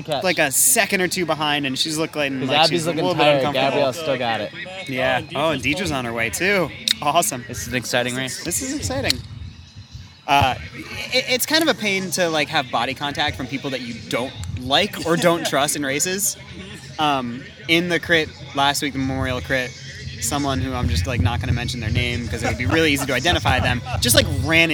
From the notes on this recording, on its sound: State Fair Affair. A special live crossover episode. Recorded down at the local races.